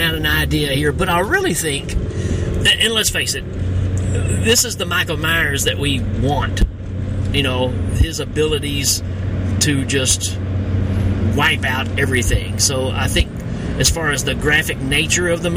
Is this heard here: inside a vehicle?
yes